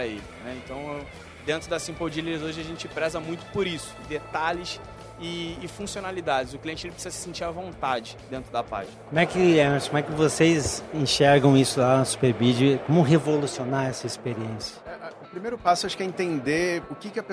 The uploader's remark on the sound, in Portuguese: gravada diretamente do 30° Congresso Expo Fenabrave, no estande da Auto Arremate® e Linx